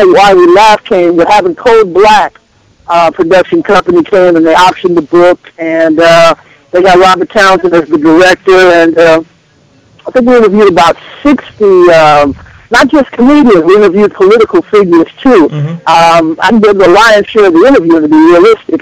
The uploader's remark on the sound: Calls to the Let's Be Frank Show.